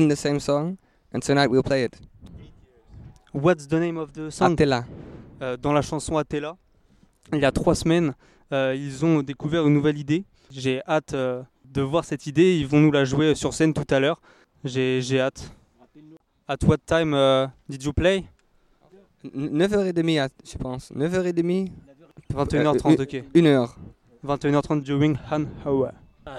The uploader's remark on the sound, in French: En Direct De Terre Du Son. Emission Terres du Son 2022 – Le plateau radio RFL101. Au Domaine de Candé à Monts, Terres du Son ! Depuis la prairie de Terres du Son.